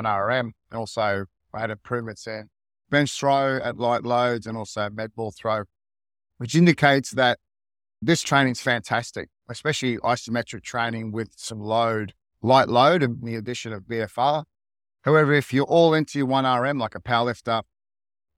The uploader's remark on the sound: For this episode I am actually recording in my car on the drive to work.